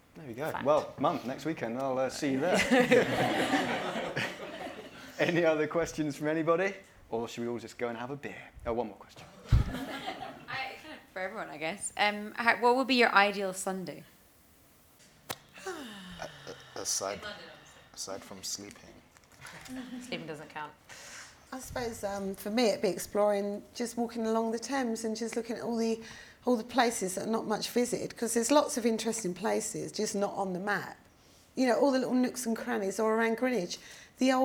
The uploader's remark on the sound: Special recording taken in front of a live audience at the London Podcast Festival. In this live episode, recorded in Kings Cross, it felt fitting to focus our conversation on London town.